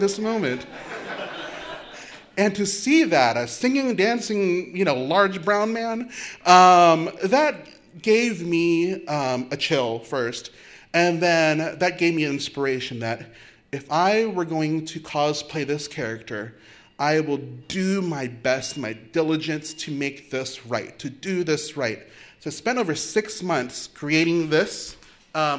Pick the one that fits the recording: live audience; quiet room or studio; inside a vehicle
live audience